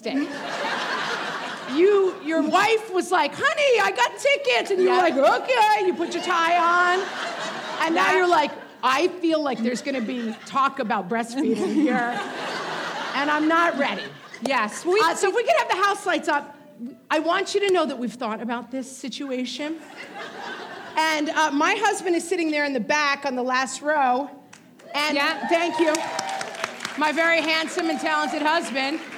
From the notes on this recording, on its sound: This week’s *bonus* episode is a recording of our first live show! More than four hundred of you showed up at the Chappaqua Performing Arts Center for “What Fresh Hell LIVE!”. A few brave husbands were also in attendance.